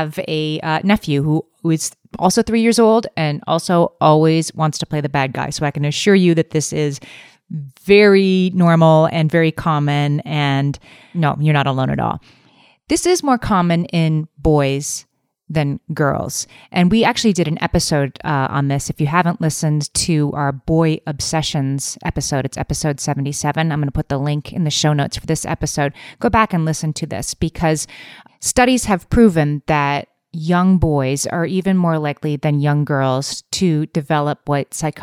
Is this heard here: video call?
no